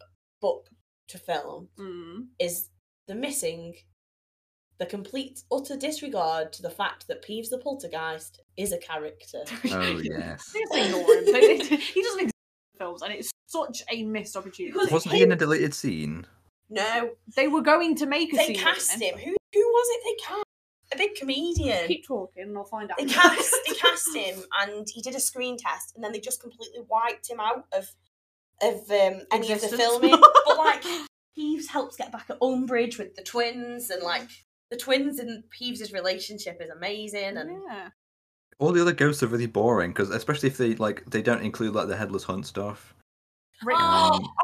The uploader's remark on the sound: We're continuing season 2 with more audio issues! The first few minutes had to be cut but don't worry, we had barely started.